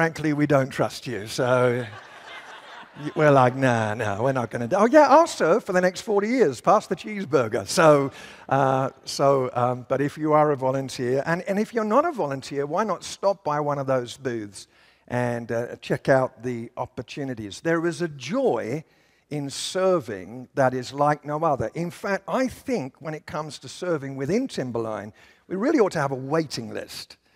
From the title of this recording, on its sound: at Timberline Church